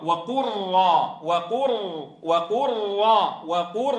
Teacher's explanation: أول ما اتفق فيه القراء إدغام اللام في الراء